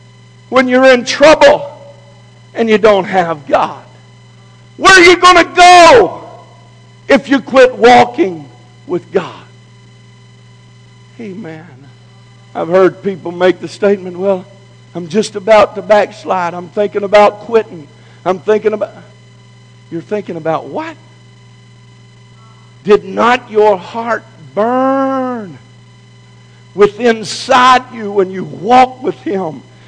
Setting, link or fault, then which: setting, large echoing room